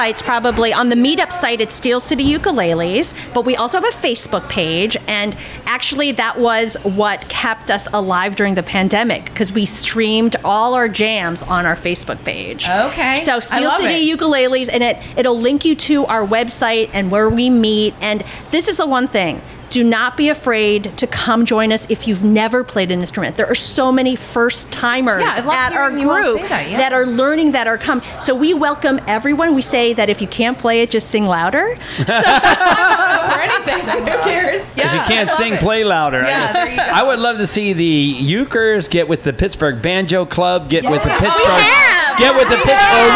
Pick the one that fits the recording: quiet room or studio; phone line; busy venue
busy venue